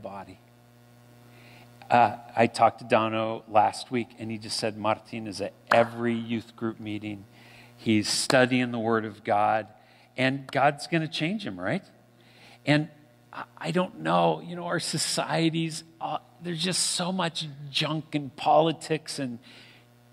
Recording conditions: large echoing room